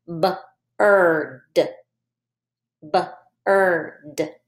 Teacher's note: When you have I and R together, we will not hear any sound that the I makes. It won't make the I sound. · Term: R-controlled vowel